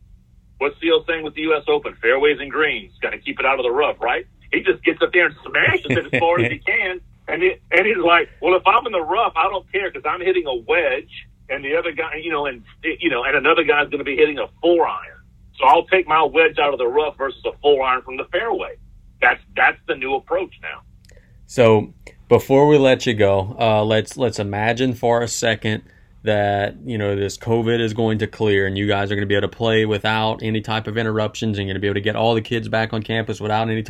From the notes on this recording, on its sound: We then move to the phone lines with 2 great guests.